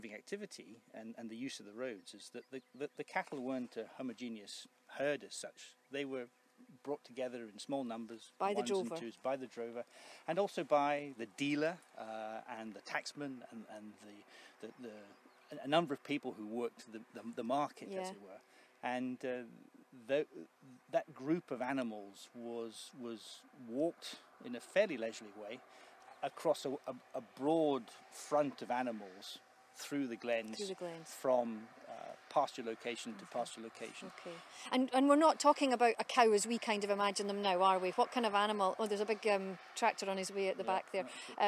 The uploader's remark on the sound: As part of Strathearn Festival of the Arts. As they walk the Drove Roads of Strathearn.